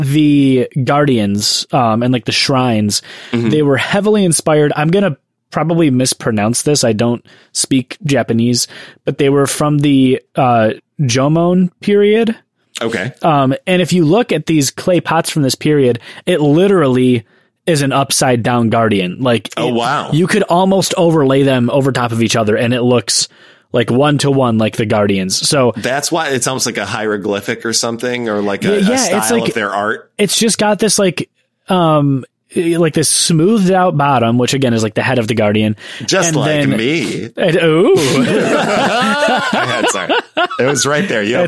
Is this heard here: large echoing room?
no